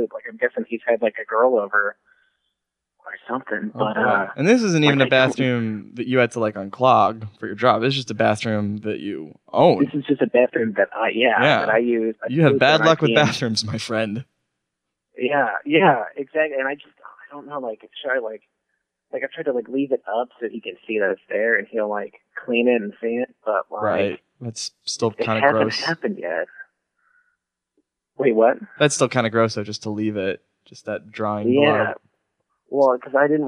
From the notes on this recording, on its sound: call-in episode!